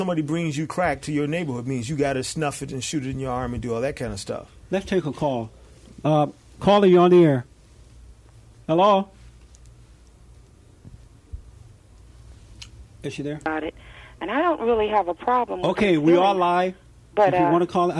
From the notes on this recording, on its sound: The host takes phone calls live on the program for questions and comments